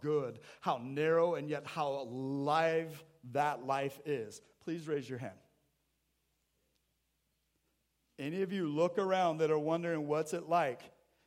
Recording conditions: large echoing room